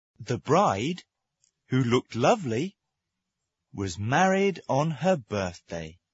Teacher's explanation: They're marked by one or two commas. You should make your voice go up before the commas, and then pause. · Term: Intonation of adjective clauses